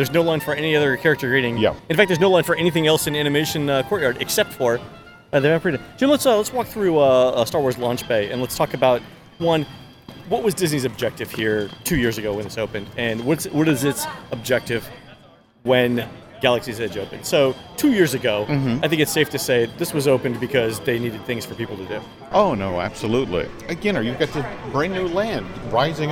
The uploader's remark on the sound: Live From the Animation Courtyard